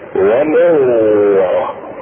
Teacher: مثال الواو تبغم النون الساكنة في الواو إذا كانت في كلمتين، ومثاله في سورة المؤمنون الآية 100 نحو قوله تعالى: ومن ورائهم برزخ إلى يوم يبعثون، الشاهد هنا ومن وراء وليس ومن وراء بل ومن ومن ومن مع الغنة، إدغام مع الغنة، وهذا الإدغام يسمى ناقصا